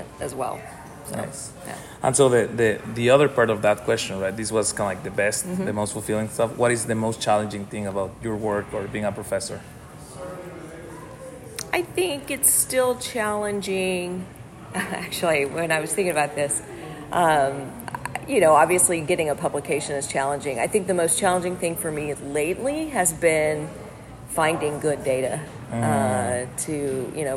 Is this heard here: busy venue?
yes